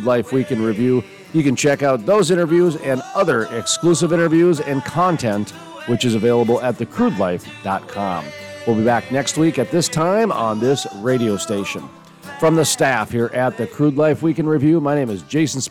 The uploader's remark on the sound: live on location at Cowboys and Indians restaurant in Houston, Texas